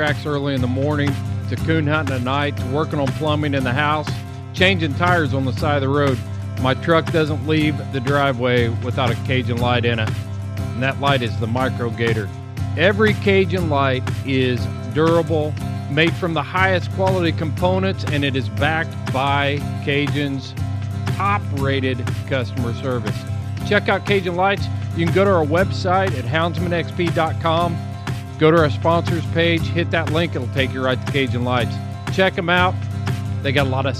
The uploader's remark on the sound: All Mixed Up is once again on the road! Head to Kirtland, NM to correspond LIVE at Horses, Hounds, and Mules.